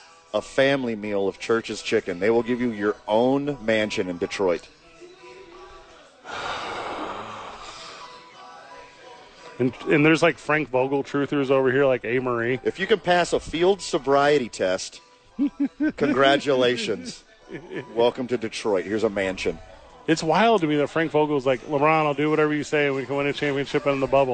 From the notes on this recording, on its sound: live from Hollow Spirits